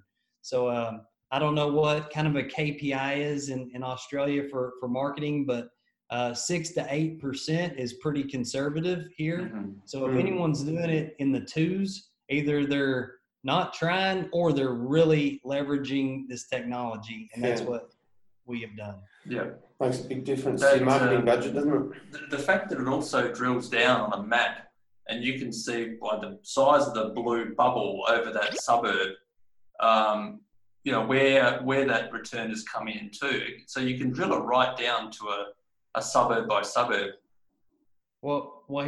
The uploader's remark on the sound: In this episode we were stoked to have our first International guest on the Show, all the way from Oklahoma Texas, we Zoomed.